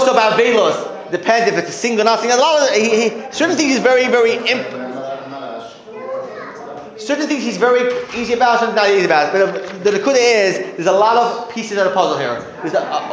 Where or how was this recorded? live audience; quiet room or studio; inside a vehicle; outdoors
live audience